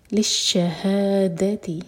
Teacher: ہا کی سٹریچ کے بعد دال پر زور